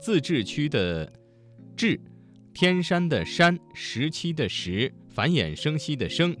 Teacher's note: 我们听到了很多翘舌音声母知吃诗日的字